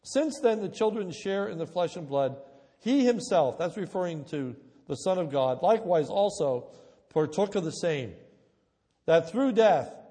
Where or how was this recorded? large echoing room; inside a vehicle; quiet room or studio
large echoing room